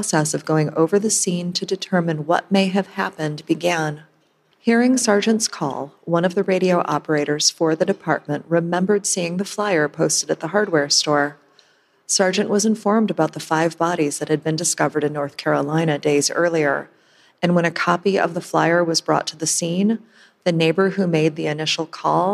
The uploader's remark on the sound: This is a special LIVE episode recorded at the True Crime Podcast Festival in Chicago Illinois on Saturday July 13, 2019. This is a special LIVE episode recorded at the True Crime Podcast Festival in Chicago Illinois.